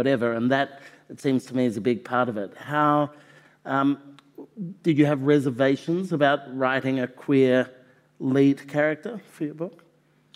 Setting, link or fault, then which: setting, live audience